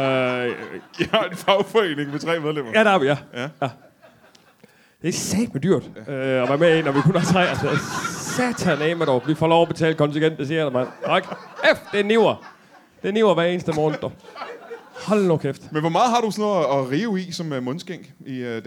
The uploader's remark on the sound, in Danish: LIVE fra Hanstholm Madbar